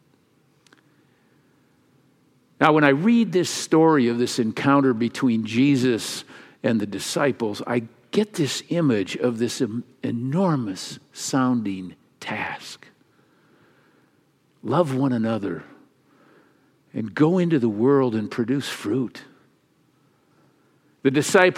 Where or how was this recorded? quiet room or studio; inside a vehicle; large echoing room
large echoing room